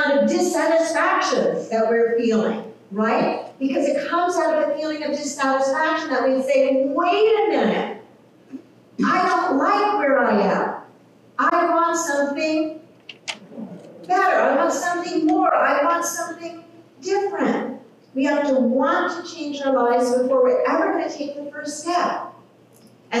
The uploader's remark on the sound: Technical issues with audio.